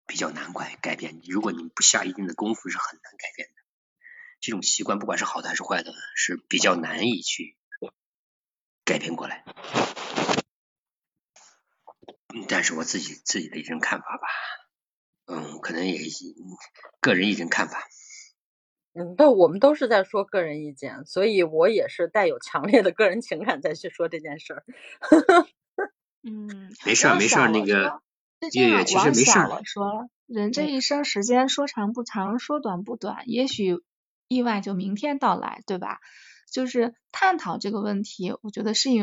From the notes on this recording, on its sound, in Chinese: 也是第一次远程录音。有一些不稳定的连线问题和喷麦爆音，我修了一下但是好转有限。